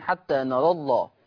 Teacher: وقفا، وقفا زي ما هنشوف الشباب دلوقتي وهم بيقروا هيقفوا عليها، يقفوا بالتقليل، بس لما يجي يصل حتى نرى الله حذفت الالف لالتقاء الساكنين، فلا يجوز فيها التقليل قولا واحدا الا حال الوقف عليها، حتى نرى، اما وصلا حتى نرى الله.